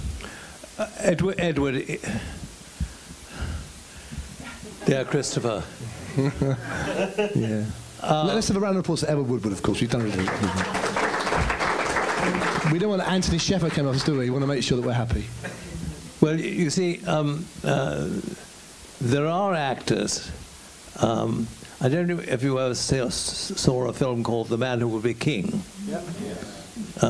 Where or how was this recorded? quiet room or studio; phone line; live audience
live audience